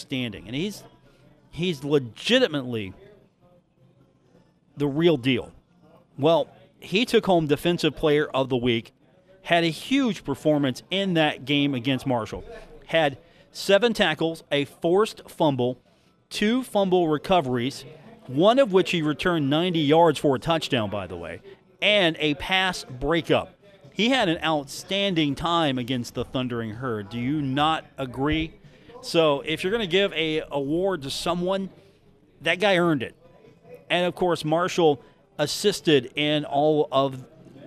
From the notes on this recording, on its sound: live from The Union Pub and Grill in Huntington, WV for today's broadcast.